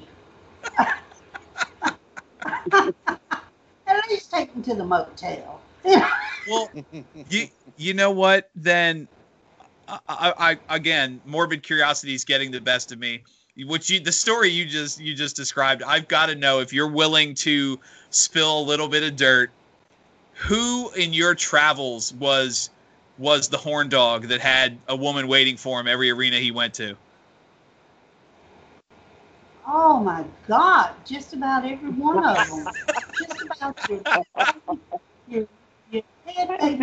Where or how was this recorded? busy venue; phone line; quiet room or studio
phone line